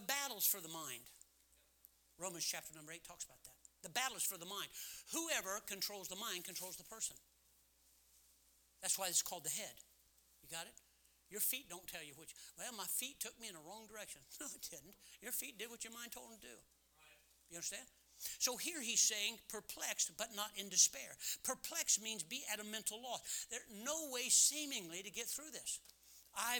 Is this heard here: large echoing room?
yes